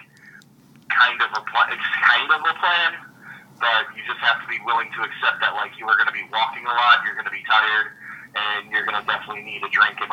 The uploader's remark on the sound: In the midst of enjoying another wonderful SXSW. Recorded via phone in Grand Rapids, Michigan and Austin, Texas.